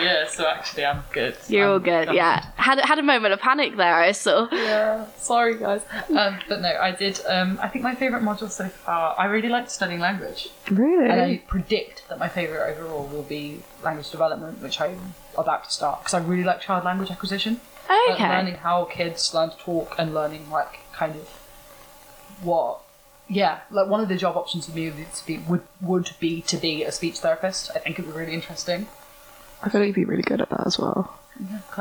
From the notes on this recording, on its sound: apologies for the audio not being as good as usual, there were some technical difficulties